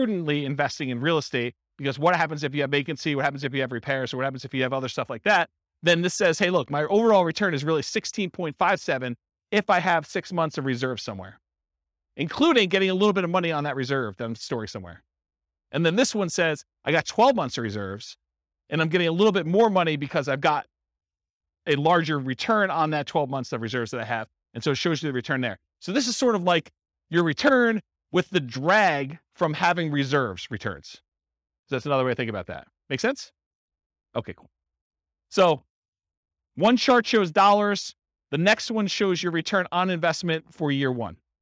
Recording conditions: live audience